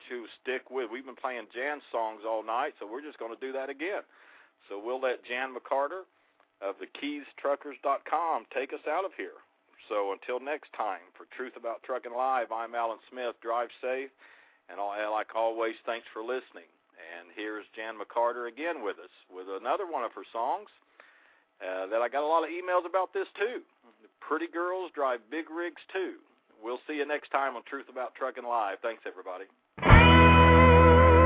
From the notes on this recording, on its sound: Open phone lines for whatever trucking topic is on your mind.